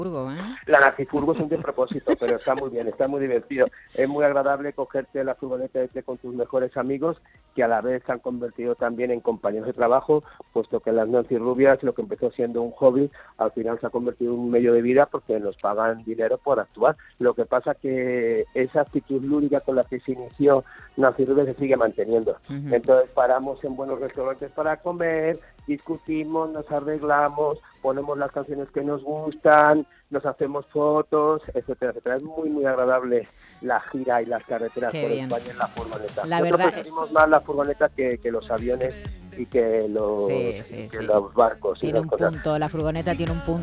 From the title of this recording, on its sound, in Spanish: en el Concert Music Festival 2022